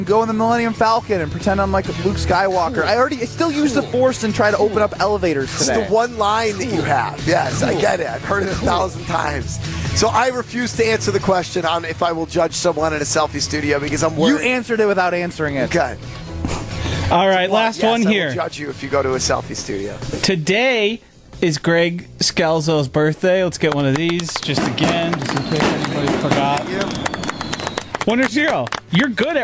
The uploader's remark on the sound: Live from U Ridge for the Am Fam Championship.